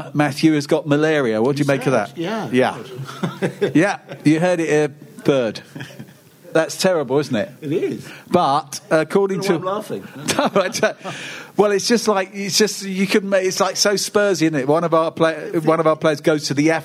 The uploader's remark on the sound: Another special Live Spurs Show at the Albany in Great Portland Street!